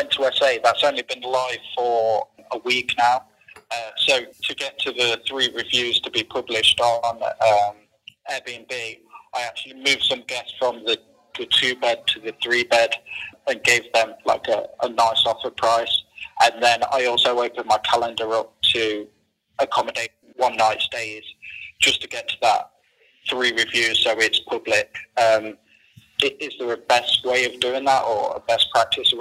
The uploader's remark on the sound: Live Mentoring Call